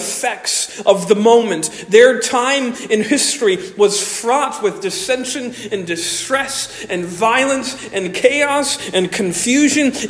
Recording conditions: large echoing room